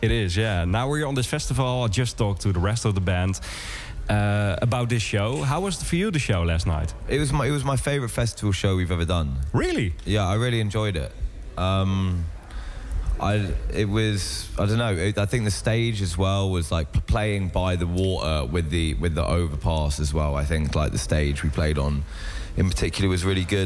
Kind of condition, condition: setting, busy venue